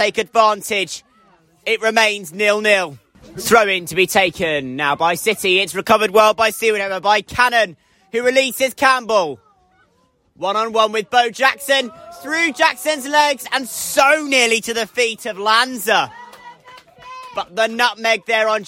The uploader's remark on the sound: live coverage from Exwick